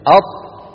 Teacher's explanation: مخرج الطاء طرف اللسان مع أصول الثنايا العليا